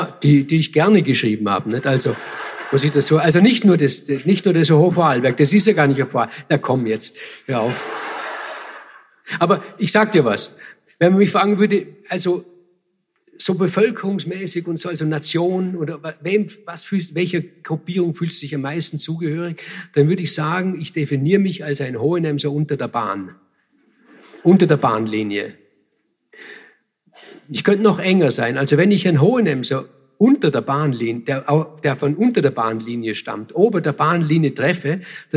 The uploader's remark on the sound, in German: Live-Mitschnitt vom FAQ Bregenzerwald 2018.